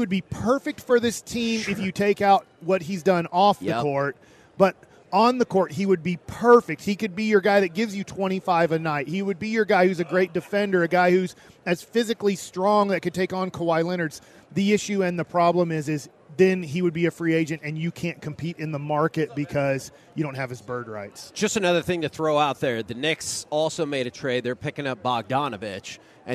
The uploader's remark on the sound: reacts LIVE from Radio Row in Las Vegas